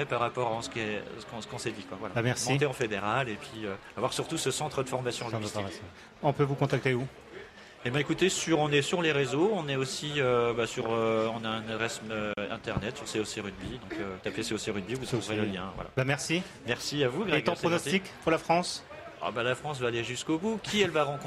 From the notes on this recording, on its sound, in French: RCF en direct de la 77e Foire de Châlons.